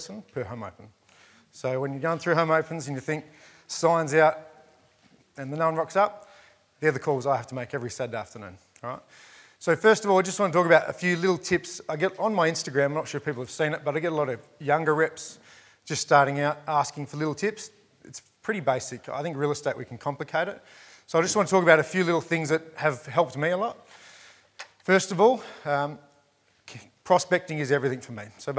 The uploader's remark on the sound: Welcome to a special edition of The Crunch, recorded live at REBar Camp 2018.